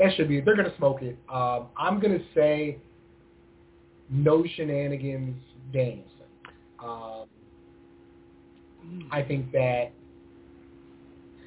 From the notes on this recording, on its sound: On this week's live ECC. Live calls, emails and more conversation. Weekly caller, email and tweet driven show.